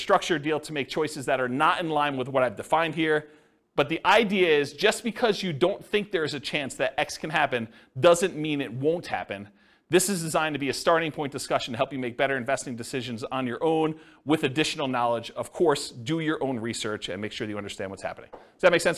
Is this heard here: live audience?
yes